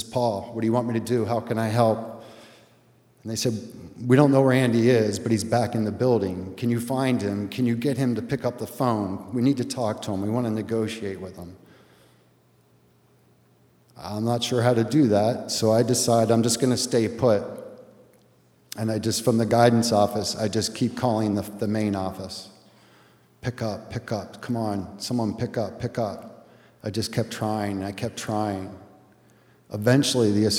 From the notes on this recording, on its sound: A special live edition of The Moth at the State Theatre in Portland, Maine.